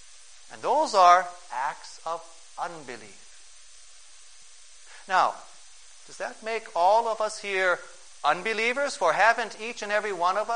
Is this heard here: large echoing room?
yes